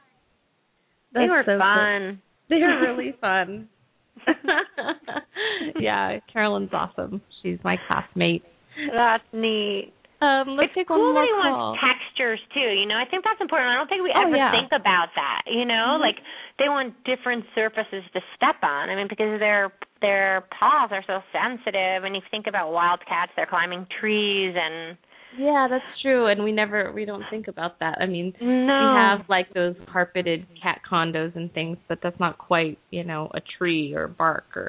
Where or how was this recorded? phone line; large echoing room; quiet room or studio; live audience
phone line